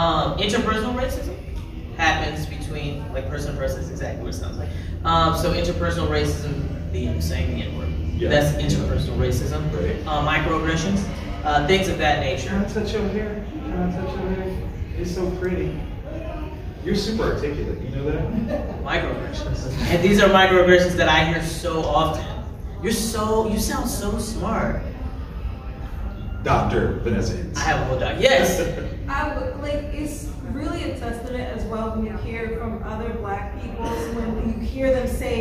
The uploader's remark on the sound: THE SPECTRUM OF BLACK HORROR panel at Fan Expo 24.